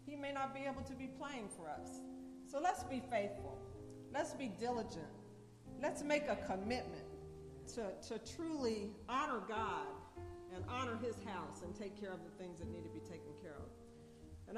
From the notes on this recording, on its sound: Sabbath Worship Service at Tabernacle of Praise SDA Church